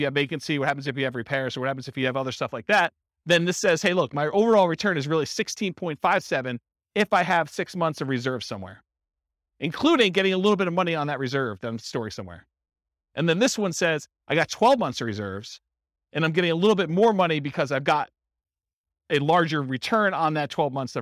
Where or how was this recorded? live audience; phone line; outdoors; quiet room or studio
live audience